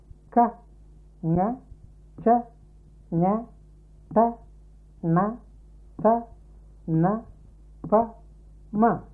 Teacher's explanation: the order is first letter a hard sound, next letter a nasal sound. Hard sound, nasal sound, hard sound, nasal sound, and so on.